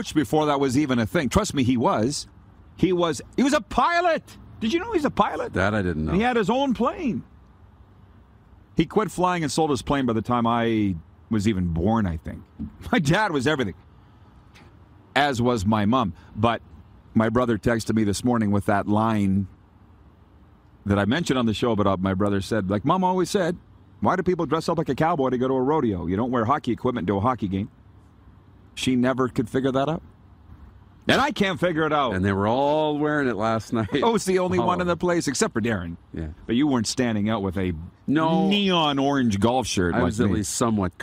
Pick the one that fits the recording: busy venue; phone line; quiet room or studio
busy venue